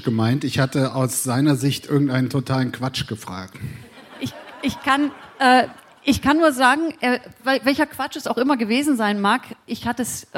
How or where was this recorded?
busy venue